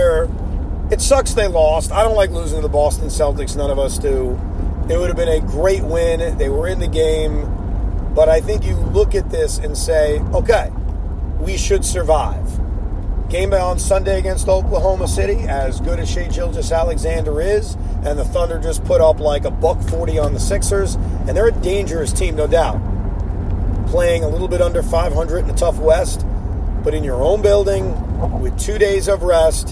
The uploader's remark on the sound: While driving home from Barclays Center.